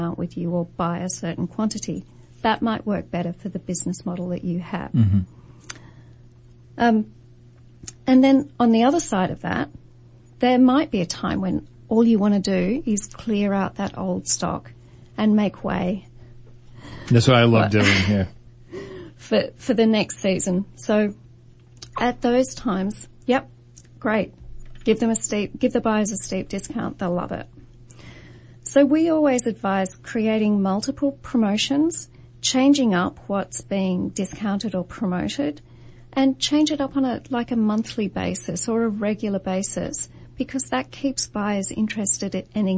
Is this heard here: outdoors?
no